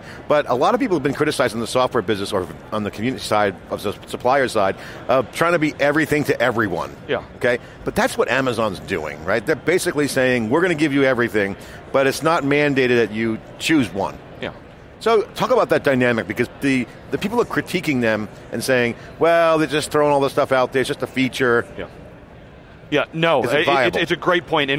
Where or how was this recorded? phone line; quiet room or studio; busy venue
busy venue